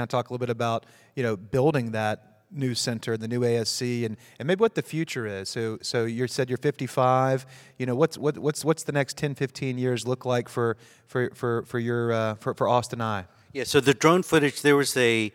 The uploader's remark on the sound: In this special live episode, recorded during the YoungMD Connect Live meeting in Austin